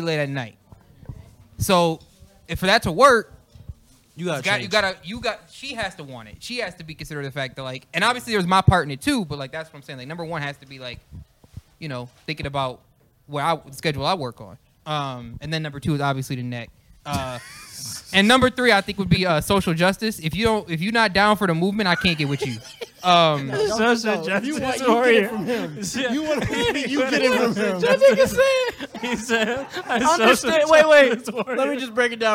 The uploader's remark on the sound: Live at Trend Up! Goes LIVE at the Trend Up Store on 95 Allen Street in Buffalo, NY!